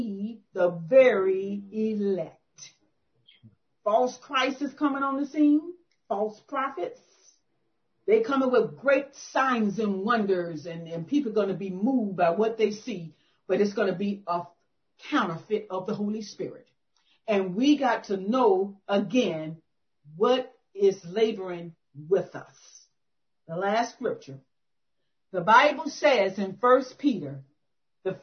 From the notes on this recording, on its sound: 2021 September Zoom Meeting.